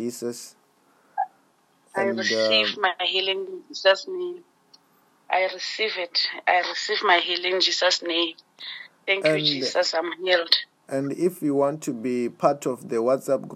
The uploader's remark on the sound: Healing over the phone in JESUS NAME in Botswana.